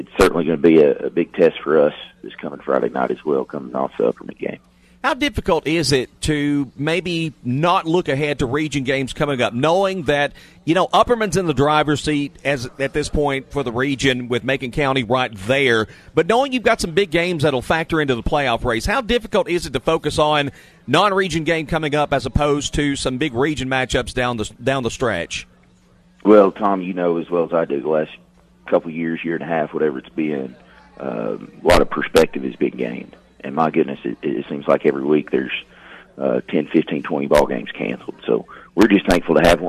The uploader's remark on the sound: Live from Chick-fil-A, Interstate Drive in Cookeville